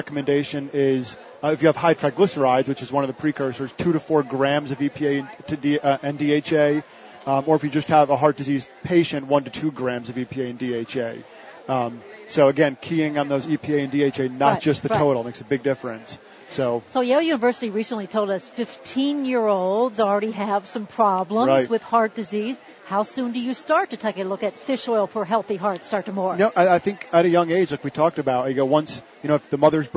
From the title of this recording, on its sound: Live from Expo East in Baltimore, MD